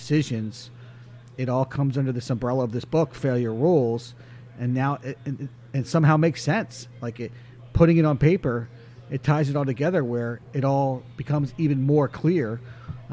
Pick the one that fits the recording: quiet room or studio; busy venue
busy venue